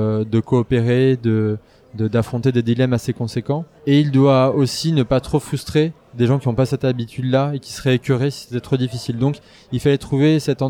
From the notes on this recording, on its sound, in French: lors du Festival International des Jeux de Cannes 2023